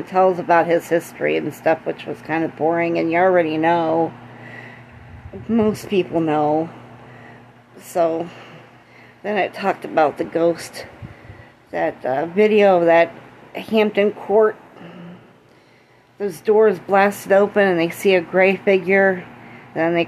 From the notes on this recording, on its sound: Don't mind the background noise.